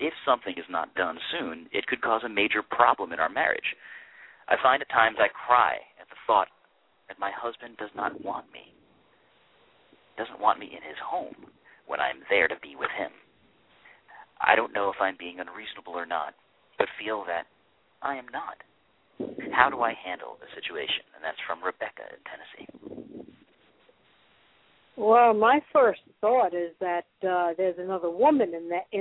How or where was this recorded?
phone line